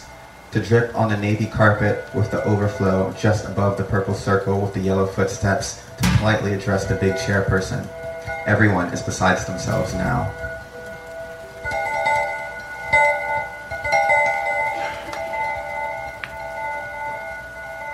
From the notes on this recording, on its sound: Recorded at Woodbine Nov 3, 2023. Recorded at Woodbine Nov 3, 2023.